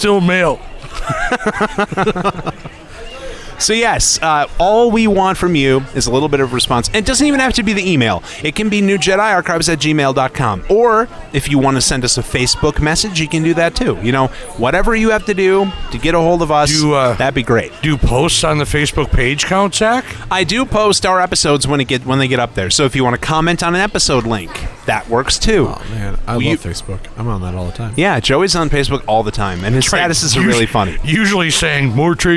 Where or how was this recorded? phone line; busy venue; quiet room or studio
busy venue